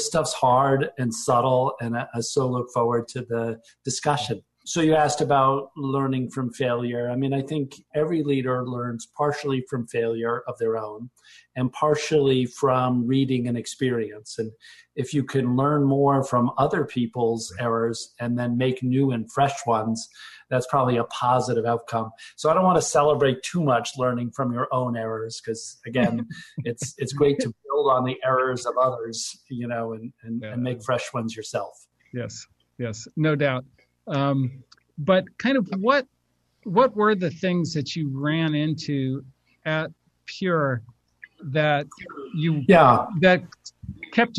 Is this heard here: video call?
yes